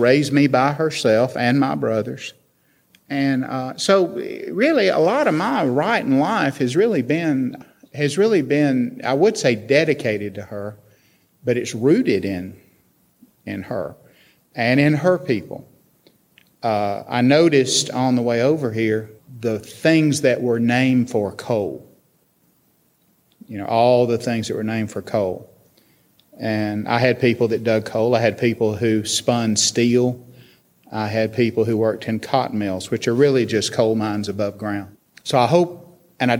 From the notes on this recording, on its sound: This interview took place in front of a live audience at UVA's College at Wise.